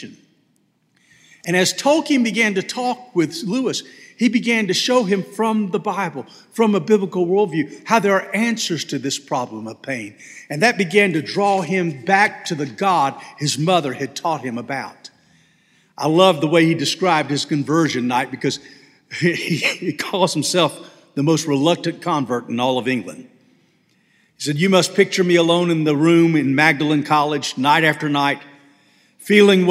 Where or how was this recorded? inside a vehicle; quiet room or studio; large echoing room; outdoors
large echoing room